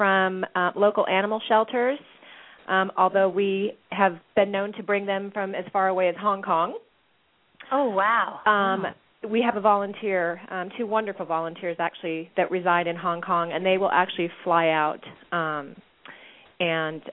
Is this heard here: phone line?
yes